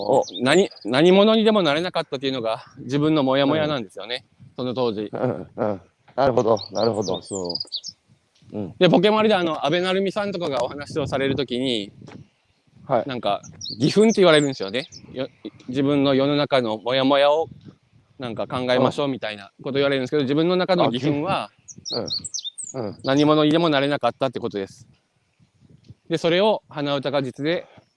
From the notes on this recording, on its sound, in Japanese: 歩きながら1時間、対談する